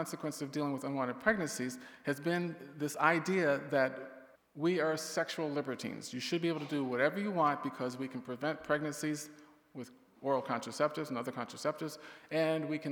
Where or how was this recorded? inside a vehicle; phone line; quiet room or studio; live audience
live audience